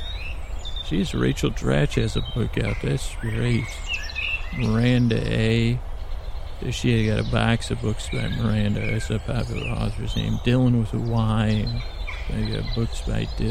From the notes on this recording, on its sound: This episode was recorded on location (starts 14:30) and contains ambient noises like birds and moss scratching, as well as me walking.